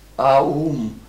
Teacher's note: dieses O ist ein Diphthong, es ist ja ein Au und verklingt im M